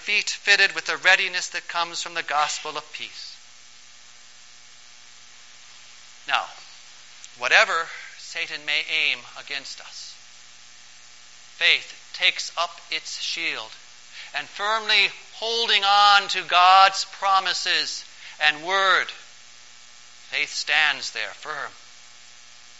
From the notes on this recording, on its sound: Preached on September 9, 2012, for the Fifteenth Sunday after Pentecost